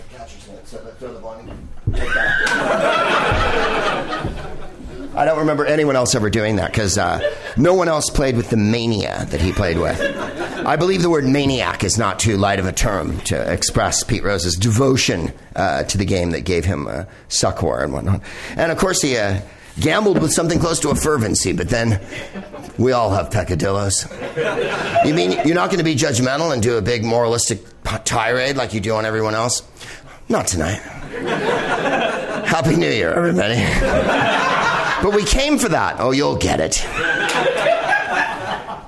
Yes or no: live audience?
yes